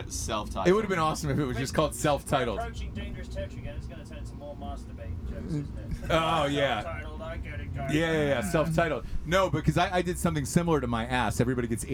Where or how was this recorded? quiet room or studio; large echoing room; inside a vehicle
inside a vehicle